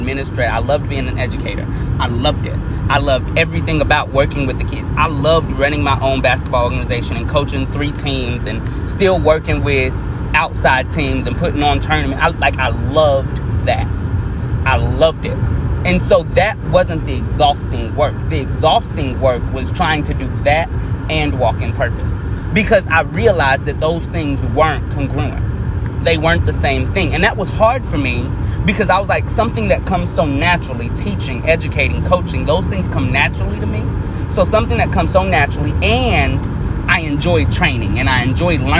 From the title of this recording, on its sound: Car Edition